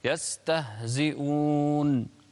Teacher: بدون قلقلة، بدون قلقلة. الهاء ما فيها قلقلة.